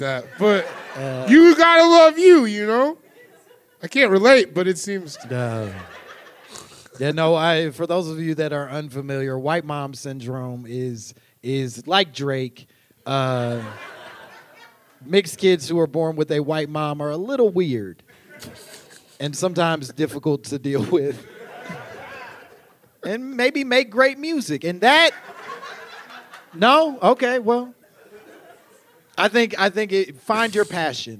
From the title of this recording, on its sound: Live from Chicago!